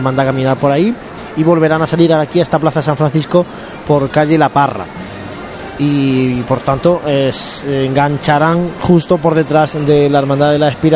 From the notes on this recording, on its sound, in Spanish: Abrimos conexión en directo con la calle Maestra, donde se encuentra ya Jesús Preso. La Cruz de Guía de la Expiración llegando a la zona de tribuna.